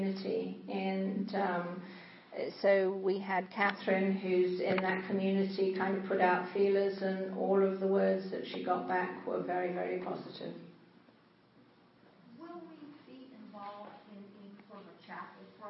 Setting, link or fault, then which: setting, large echoing room